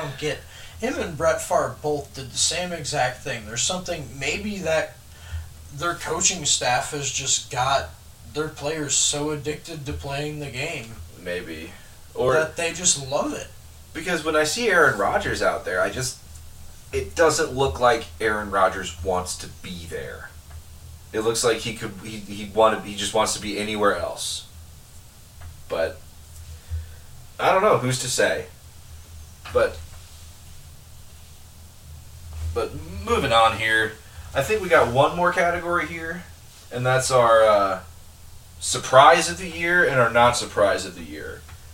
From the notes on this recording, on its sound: They're also in the process of upgrading their sound, so enjoy this low sound quality, high laugh quality episode!